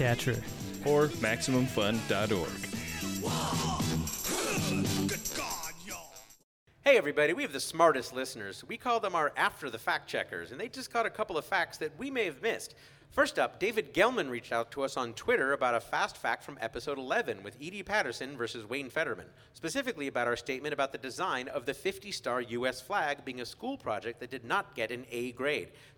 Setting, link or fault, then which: setting, busy venue